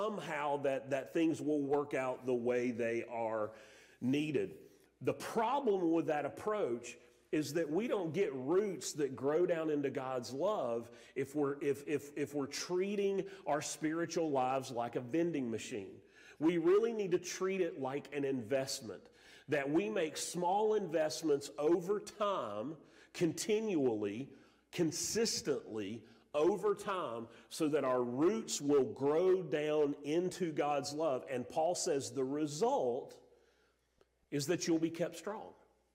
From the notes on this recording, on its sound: Sermon audio from Mission Church in Locust, NC.